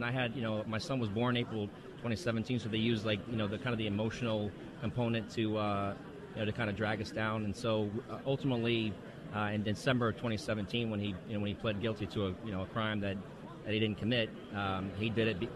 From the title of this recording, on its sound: LIVE From CPAC